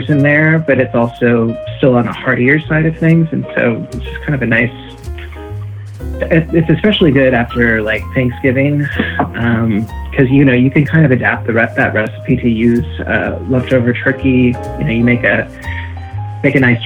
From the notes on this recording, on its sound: via internet phone